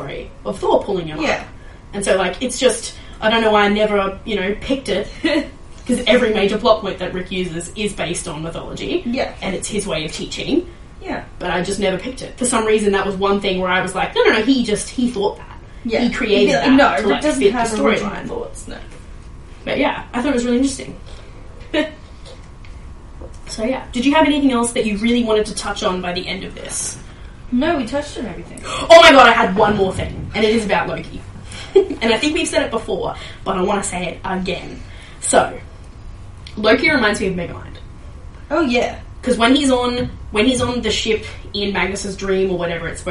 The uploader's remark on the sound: Sorry for the echo audio quality in this episode, we’re trying some new things with recording and not all of them are slam dunks